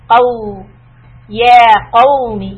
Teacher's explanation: Again the واو you should make it soft because for the قاف Fatha, the back of the tongue is rising up. For the vowel, I need to lower it.